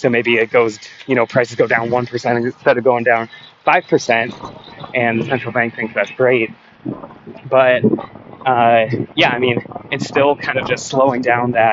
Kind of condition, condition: setting, outdoors